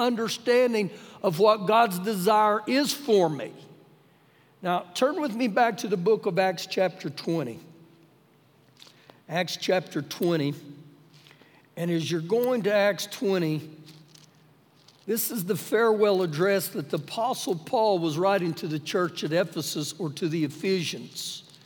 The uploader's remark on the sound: Recorded live during our Sunday morning service